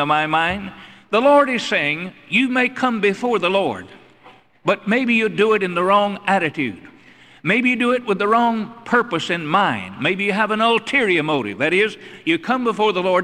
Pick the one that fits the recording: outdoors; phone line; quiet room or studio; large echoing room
large echoing room